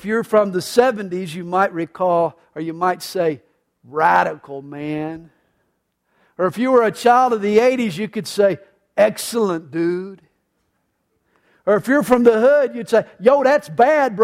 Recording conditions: large echoing room